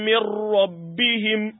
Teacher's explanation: nunun ta shiga cikin ra'un ta bace · Term: idgham bi ghairi gunna